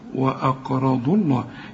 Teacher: كأن الضاد عليها ضمة بس مفيش مد